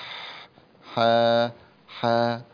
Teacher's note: الحاء من وسط الحلق